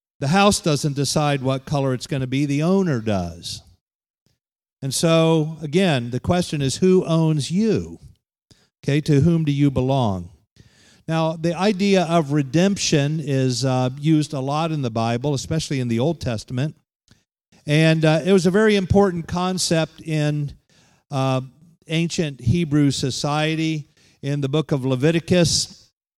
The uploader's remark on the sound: Holiness conference at The Pentecostals of Dothan.